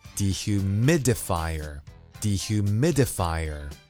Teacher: Dehumidifier has six syllables and the stress is on the third syllable